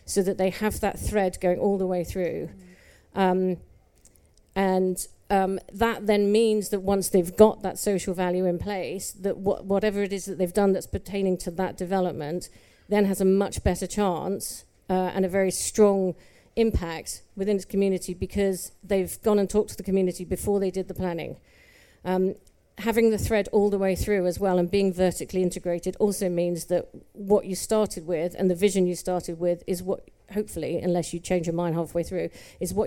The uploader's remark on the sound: Recorded live at EG’s pavilion out at MIPIM this March.